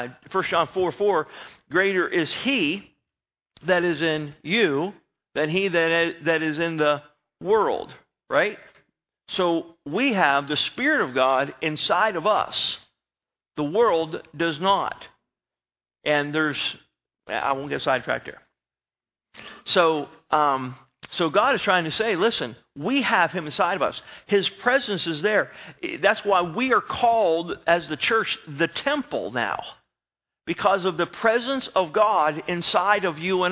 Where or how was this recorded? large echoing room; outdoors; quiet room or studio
large echoing room